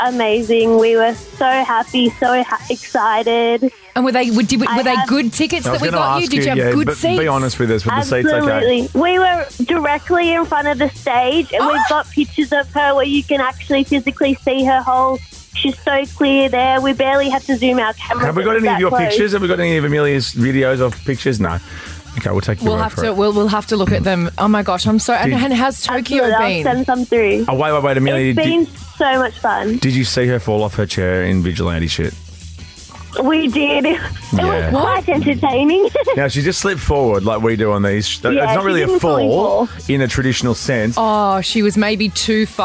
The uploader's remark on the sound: calls us up